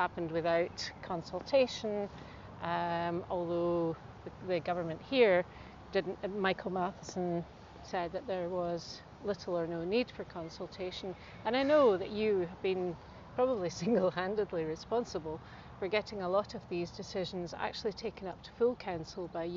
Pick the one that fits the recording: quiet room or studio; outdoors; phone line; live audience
outdoors